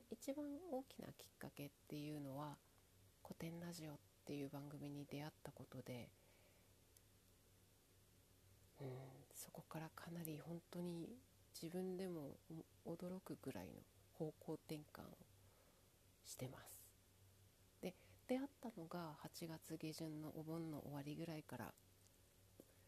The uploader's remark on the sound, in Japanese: 音声かなり小さい